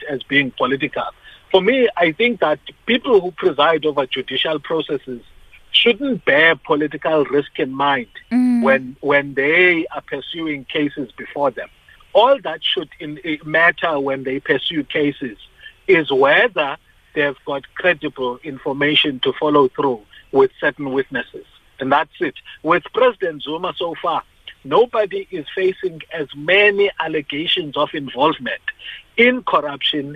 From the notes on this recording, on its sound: we are joined on the line